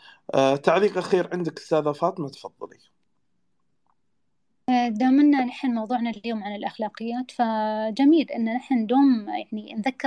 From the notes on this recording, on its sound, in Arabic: تسجيل لمساحة ابن رشد الأسبوعية على منصة تويتر